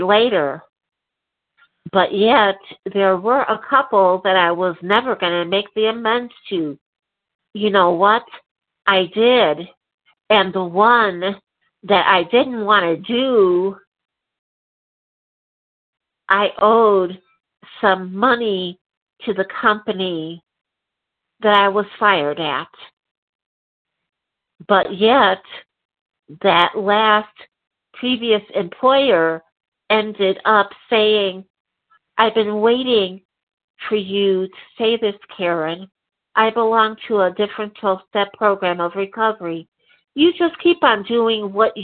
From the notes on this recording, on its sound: 100 Pounders Phone Meeting, 2/11/23